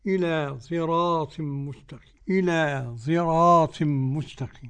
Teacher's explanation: صراط، صراط، وقرأ خلف عن حمزة بالإشمام، خلط صوت الصاد بصوت الزاي، فيمتزجان فيتولد منهما حرف ليس بصاد ولا زاي